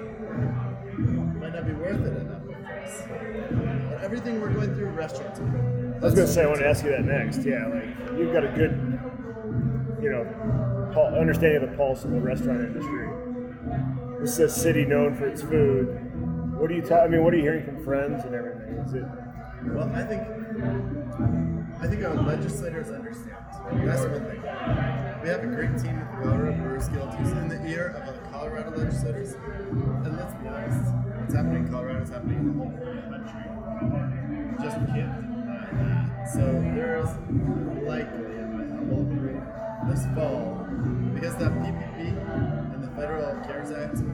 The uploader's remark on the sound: On Location at Denver Beer Company